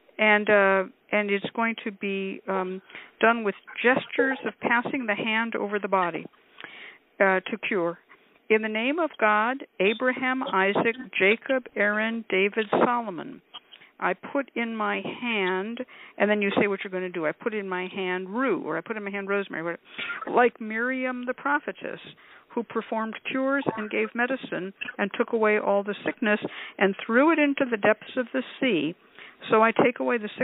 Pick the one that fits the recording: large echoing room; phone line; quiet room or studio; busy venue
phone line